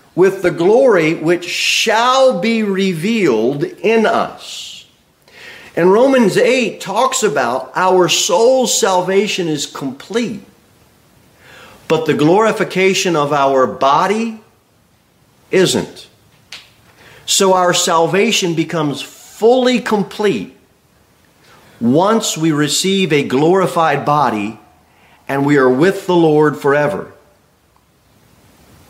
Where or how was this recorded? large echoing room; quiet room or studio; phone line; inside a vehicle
large echoing room